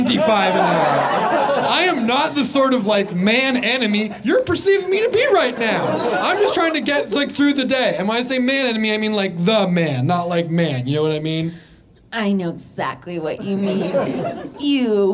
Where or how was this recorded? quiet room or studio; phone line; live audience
live audience